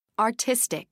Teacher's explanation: 3 syllables, main stress on the 2nd syllable